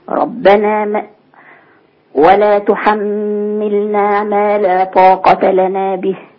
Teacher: الغنى على الميم في تحملنا